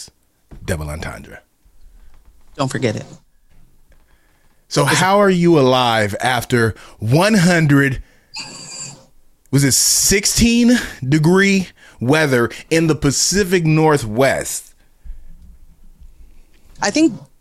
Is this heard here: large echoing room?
no